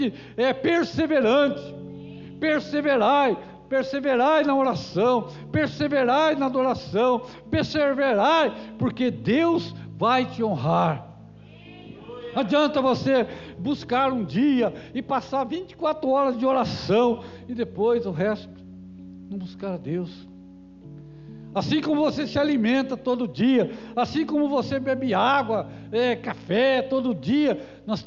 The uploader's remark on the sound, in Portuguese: Culto gravado em 27/01/2022 durante a celebração do culto de cura e libertação